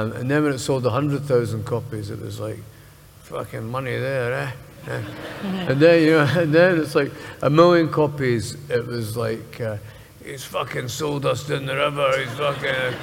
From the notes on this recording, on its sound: we revisit the fifth show of Common People Live at the Edinburgh Fringe